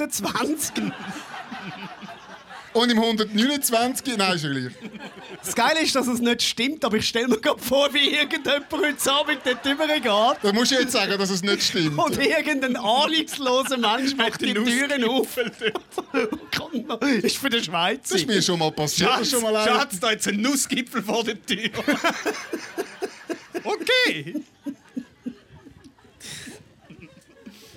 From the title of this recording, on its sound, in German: Die Quotenmänner live aus Kreuzlingen – mit Publikum!